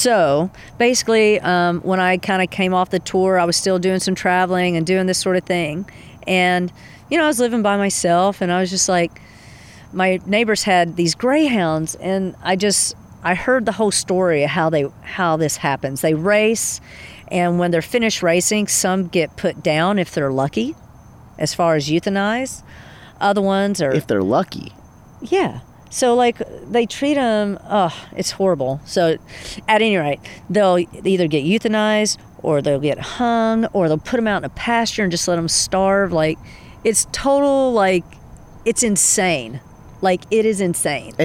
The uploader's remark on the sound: Recorded outside. Cathy’s Bed and Shred on Clear Lake. Recorded in Austria.